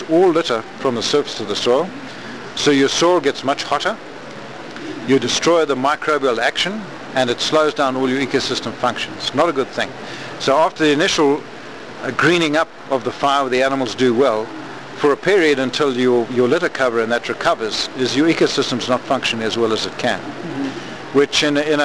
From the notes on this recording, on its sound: interview at the Quivira Coalition Conference in Albuquerque, New Mexico